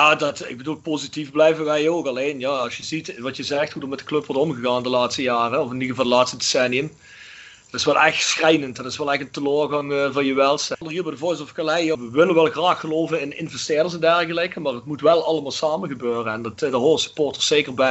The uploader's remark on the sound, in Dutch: Er werd via Skype gepraat.